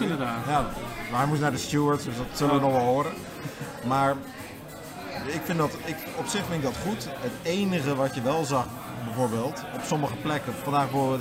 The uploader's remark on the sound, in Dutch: In de week van de Dutch GP komt Paddockpraat, de podcast van Formule 1 Magazine, live vanuit Zandvoort. In Strand 21, de thuisbasis van MP Motorsport.